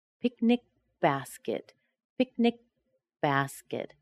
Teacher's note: When I stop with picnic, then I immediately close my lips to make B. I don't remove my tongue yet.